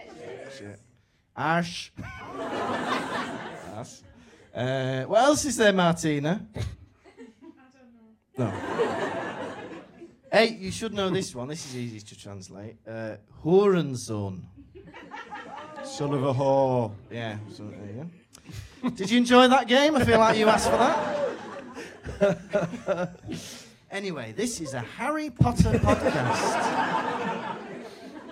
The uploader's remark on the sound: Recorded live in Manchester.